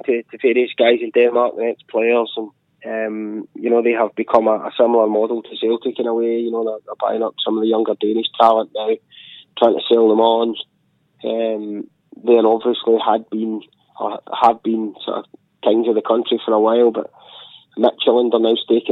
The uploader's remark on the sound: on the phone from Copenhagen